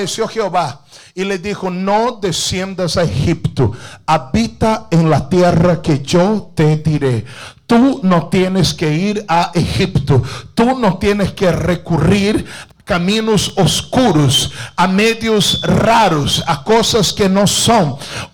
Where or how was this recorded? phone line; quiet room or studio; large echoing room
large echoing room